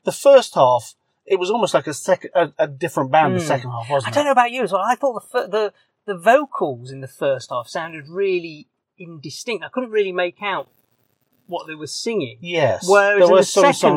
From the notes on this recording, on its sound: It was recorded in my car afterwards, so apologies for the sometimes dodgy sound quality.